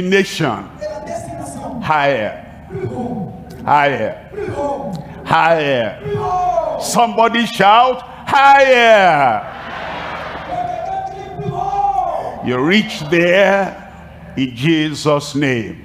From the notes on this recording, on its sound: live from Lomé, Togo